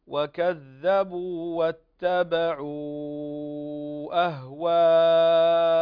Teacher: هنا الأول مد جائز منفصل يمد 4 و5 حركات وأهواءهم كذلك 4 و5 حركات